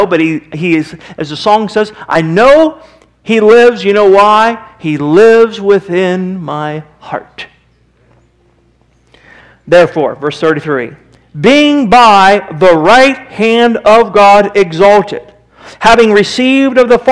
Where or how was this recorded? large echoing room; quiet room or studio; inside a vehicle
large echoing room